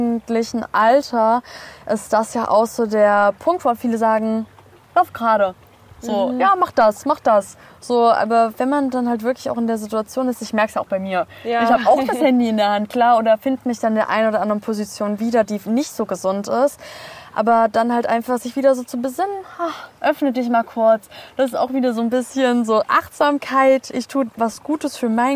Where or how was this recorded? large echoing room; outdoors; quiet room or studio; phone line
outdoors